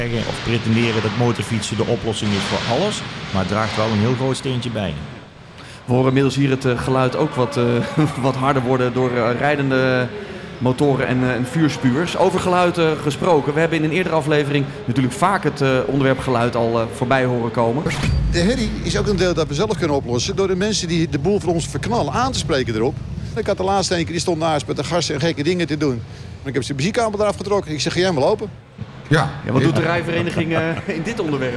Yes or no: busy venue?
yes